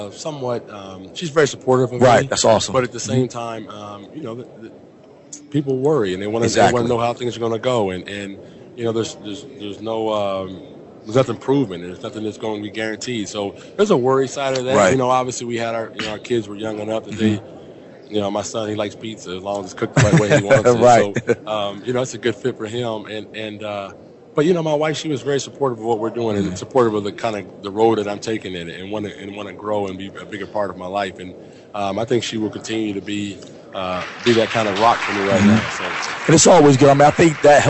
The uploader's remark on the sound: LIVE FEB 2nd 2013 from the Player Networking Event in New Orleans. LIVE from New Orleans Louisiana at super Bowl 47.